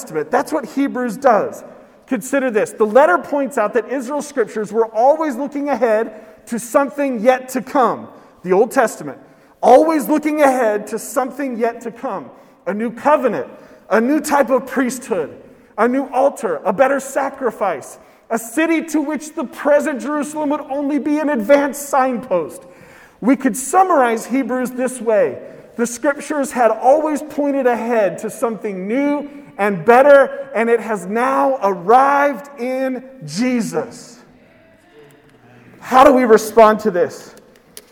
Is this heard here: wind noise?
no